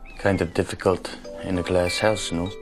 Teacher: In German, the consonants at the ends of words are devoiced, and this carries over into English.